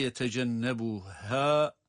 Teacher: Ama geçilerek okunduğu için, burada bir sonraki kelimeye geçiş yapıldığı için ha'da da uzatılmamakta. Uzatmadan geçiş yapılıyor.